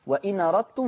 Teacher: طبعا هنقل فتحة الهمزة للنون فتقرأ وإن أردتم · Term: النقل